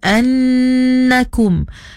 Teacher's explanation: Kemudian annakum, kena cukupkan dua harakat wajibul ghunnah